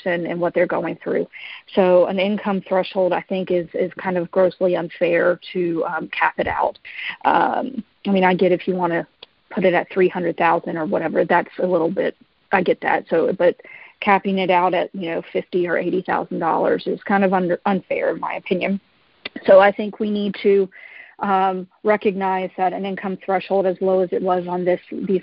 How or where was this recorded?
phone line